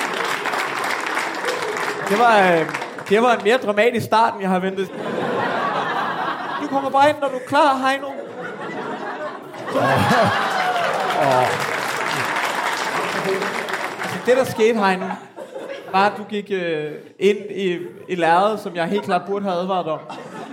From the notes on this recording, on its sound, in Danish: Afsnittet er optaget live på Comedy Zoo